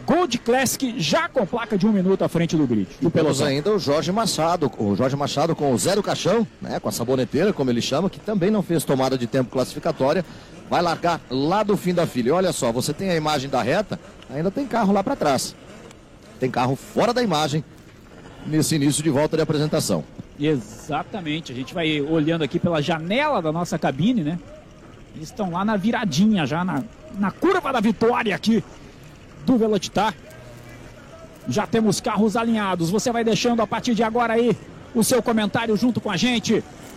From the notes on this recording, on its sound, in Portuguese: Transmissão AO VIVO da 2ª Etapa 2022 (corrida 1), da Gold Classic, direto do Autódromo Velocitta - Mogi Guaçú (SP).